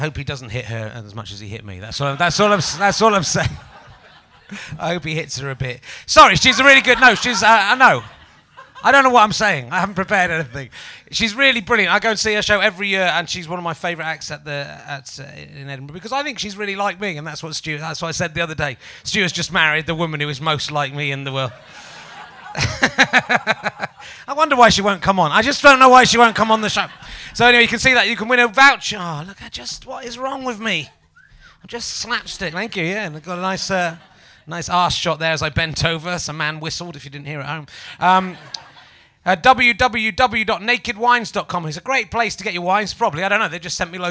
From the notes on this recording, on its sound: the audience are getting amorous with each other